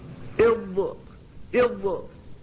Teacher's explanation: فالضاد تبدأ في الخروج من حافة اللسان من مائل الأضراس وتستمر إلى مخرج اللام، إض إض، فتستمر استمرارا، هو الذي يسمى بالاستطالة.